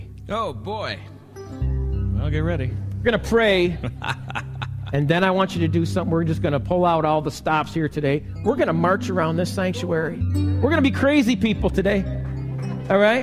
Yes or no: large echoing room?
yes